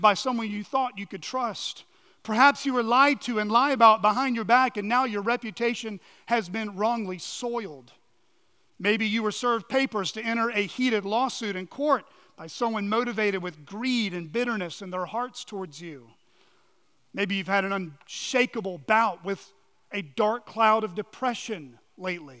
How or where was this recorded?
large echoing room